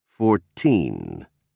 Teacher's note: Pronounce numbers ending in teen with a clear T sound and stress on the teen syllable.